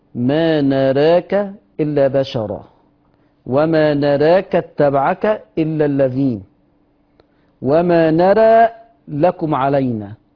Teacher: ذوات راء مقللة قولا واحدا يا ورش